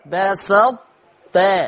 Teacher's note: هخش بطاء واطلع بإيه؟ بالتاء · Term: إدغام ناقص